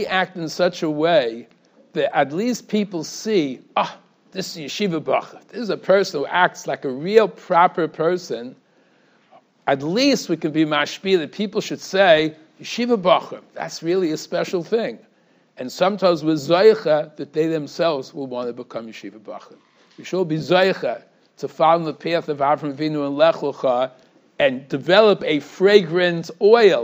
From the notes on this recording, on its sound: Shiur recorded in Yeshivas Ohr Reuven, Monsey, NY.